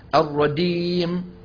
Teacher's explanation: وقد يغير صوت الجيم كذلك بخلطه بحرف الدال، أيضا بعض إخواننا المجودين يستعملون طرف ألسنتهم بالإضافة إلى وسط اللسان في إخراج حرف الجيم، فيقولوا مثلا الرجيم، اسمعوني جيدا الرجيم، فيخرج صوت الجيم وكأن فيه شيئا من الدال